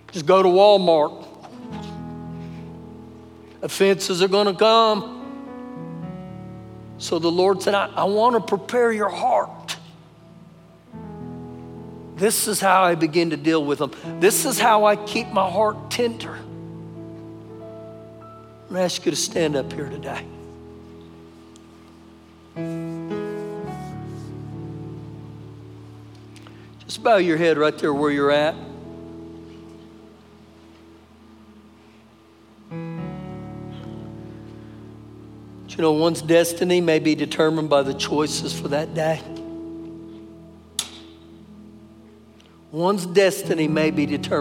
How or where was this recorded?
large echoing room